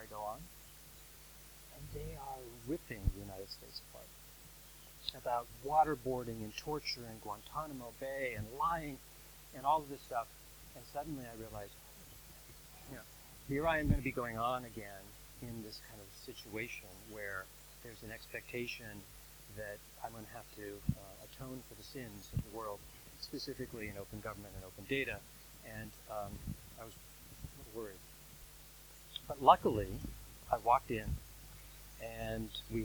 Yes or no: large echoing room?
yes